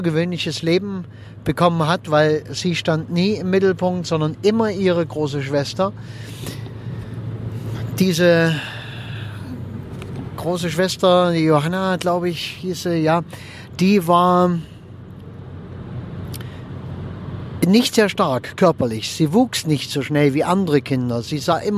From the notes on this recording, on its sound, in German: wenn ich mit meinem Aufnahmegerät am Straßenrand im Auto sitze, wenn ich während der Autofahrt aufnehme oder sonstwie, dann ist die Aufnahmequalität etwas gemindert.